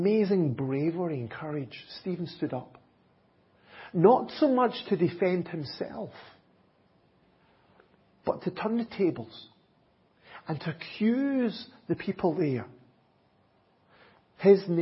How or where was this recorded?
large echoing room